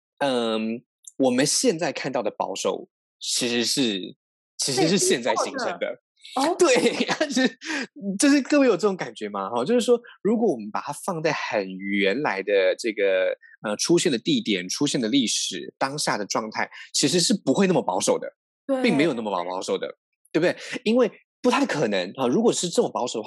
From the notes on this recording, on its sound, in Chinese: 本集節目使用 Zoom 遠距錄音，固有音質不佳、斷訊之情況敬請見諒